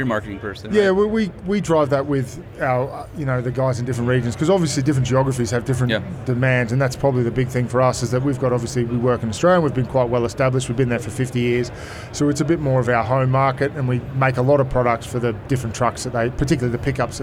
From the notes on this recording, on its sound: SEMA Show 2023 Part 1, Live From The EGR Booth.